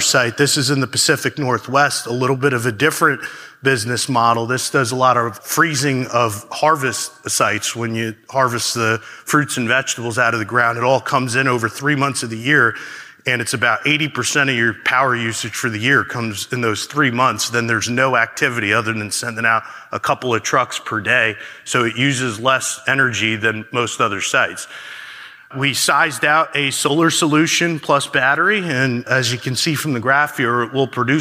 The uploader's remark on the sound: a keynote from Smart Energy Decisions’ recent Net-Zero forum